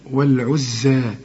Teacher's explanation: الزين عليها الشدة لكن لا تغن